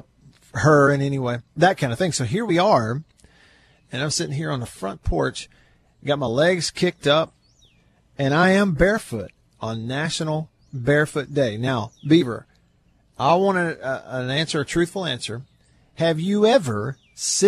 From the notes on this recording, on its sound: LIVE from the porch in Vicksburg.